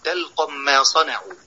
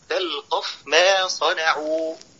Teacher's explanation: اظهر الفاء، إياك أن تدغمها · Shown in: second take · إياك أن تقول تلقم ما صنعوا، بل قل تلقف ما صنعوا.